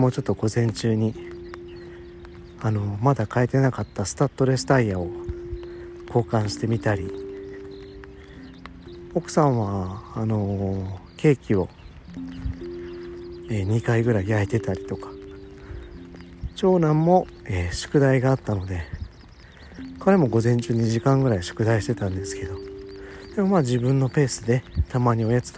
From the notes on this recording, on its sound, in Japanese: 雨の朝、お散歩しながら収録してます。